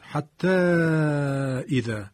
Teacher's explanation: ما اینجا مد منفصل داشتیم، اذا همزش سبب مد شد